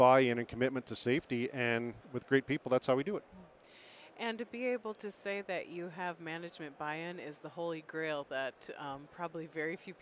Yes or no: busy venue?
yes